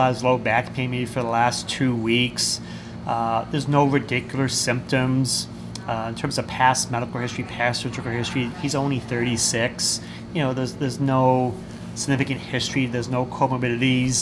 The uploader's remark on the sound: LIVE from the Ascend Conference in Washington DC.